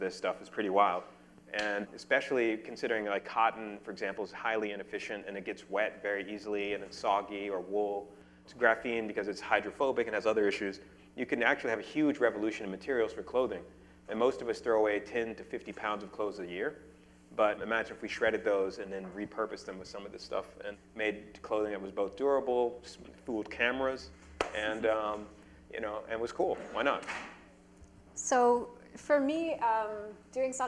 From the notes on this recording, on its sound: A science and art conversation series that takes place in a pub-style setting. Panelists engage the audience in an open discussion.